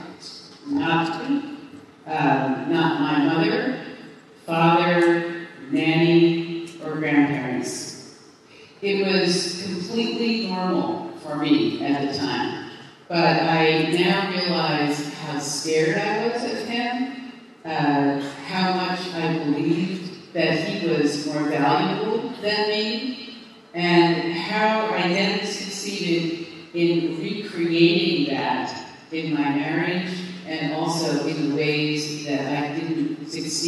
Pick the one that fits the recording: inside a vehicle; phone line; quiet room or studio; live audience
live audience